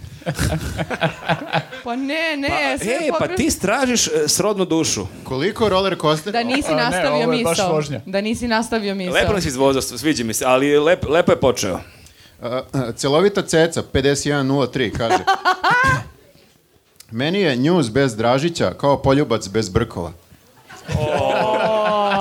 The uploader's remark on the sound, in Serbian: Zahvaljujemo se Omladinskom centru Zaječar koji su nas ugostili ovog ponedeljka i omogućili da snimamo live podcast.